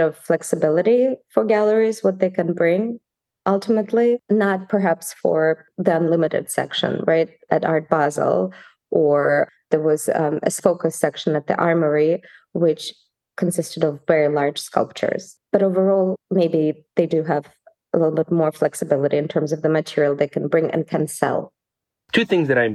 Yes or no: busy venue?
no